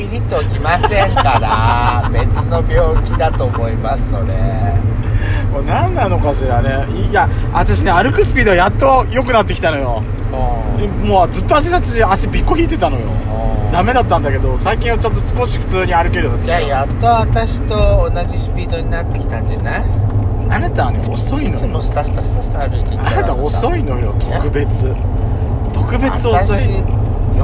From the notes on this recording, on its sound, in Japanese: From Radiotalk。ドスドライブ収録。ロードノイズゴメンね。